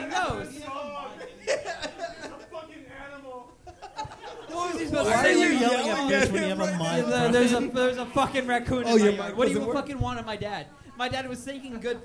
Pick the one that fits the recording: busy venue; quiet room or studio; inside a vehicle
busy venue